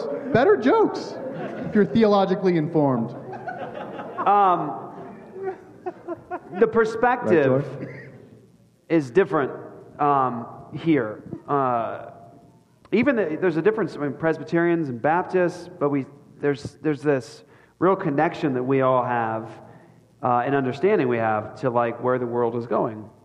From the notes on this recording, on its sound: Super-Epic Live-Show at ReformCon! This is our very first LIVE SHOW at ReformCon! It was truly an honor and a blessing to put this event on and to sit with these men on stage.